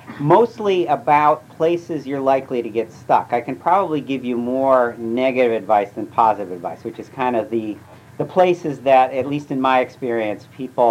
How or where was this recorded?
large echoing room